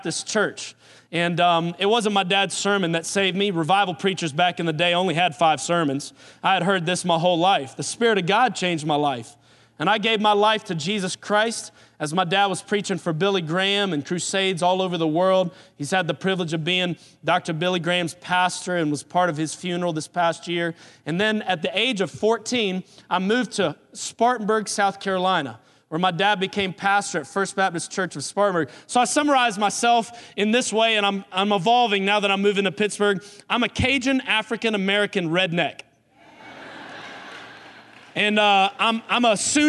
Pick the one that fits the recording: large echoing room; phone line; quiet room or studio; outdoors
large echoing room